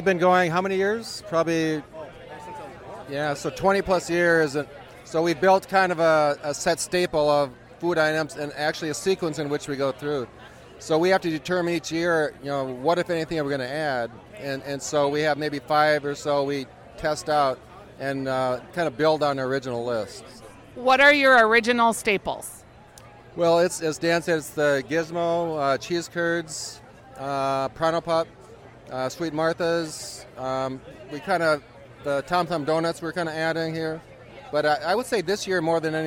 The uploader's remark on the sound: Live from The Grandstand and the Crop Art Exhibit at the Minnesota State Fair. They also visit the Crop Art Exhibit in the Ag Hort Building. At the Ball Park Cafe.